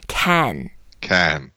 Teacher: it's the fourth tone, so we go down